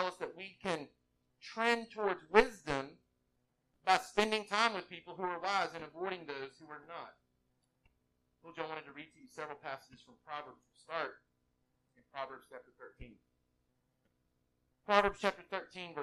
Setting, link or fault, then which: fault, poor sound quality